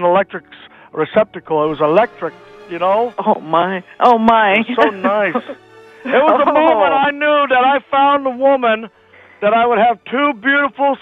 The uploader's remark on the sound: His dad jumps on the line to relive some romantic moments live on the air!